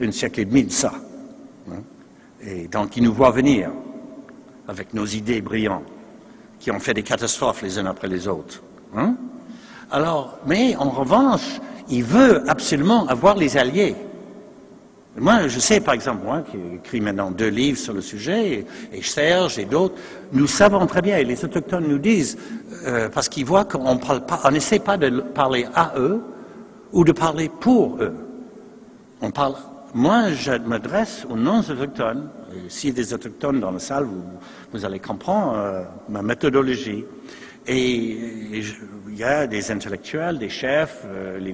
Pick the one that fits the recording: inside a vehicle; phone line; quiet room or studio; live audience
live audience